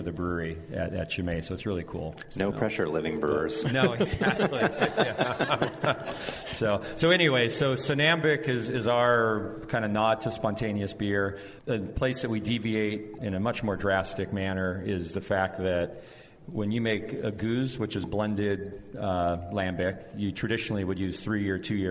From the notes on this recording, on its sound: broadcast live from The Rare Barrel!